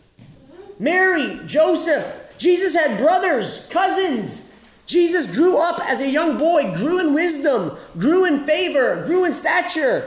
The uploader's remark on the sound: This was originally recorded live at The School of Warrior Arts annual Camp R.A.W.